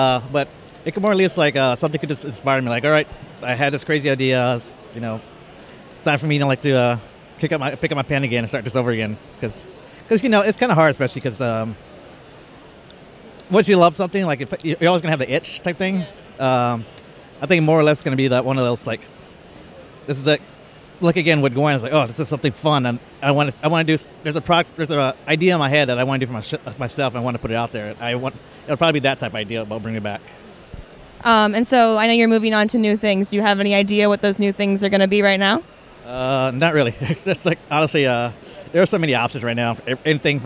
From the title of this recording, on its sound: Interview at New York Comic Con NYCC 2016